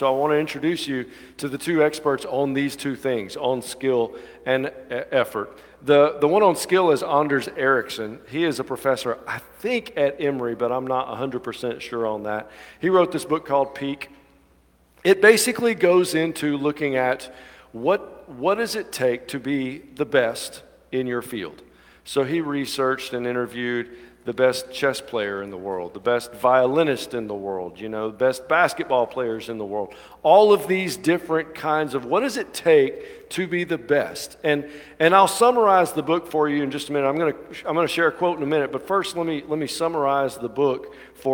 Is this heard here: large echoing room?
yes